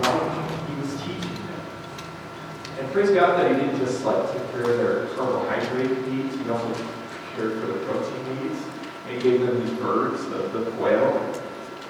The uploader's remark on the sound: Fort Collins, CO. Note: sound quality is not good due to technical difficulties.